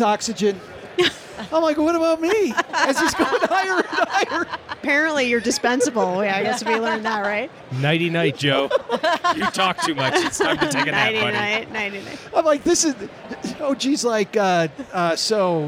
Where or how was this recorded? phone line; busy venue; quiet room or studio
busy venue